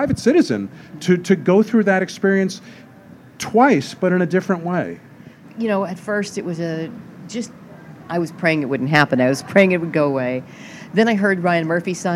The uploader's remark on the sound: interviews conducted at the Los Angeles Times Festival of Books